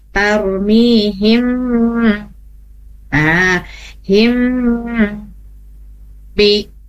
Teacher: mim ketemu ba itu ditahan dulu · Term: gunnah